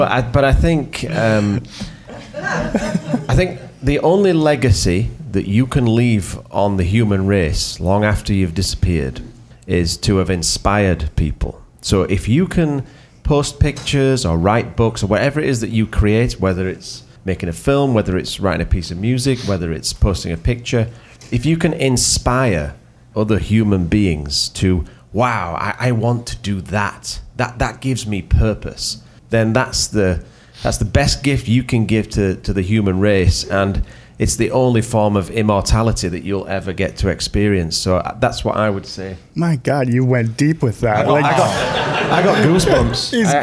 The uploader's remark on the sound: Recorded live at the Out of Oregon photography conference.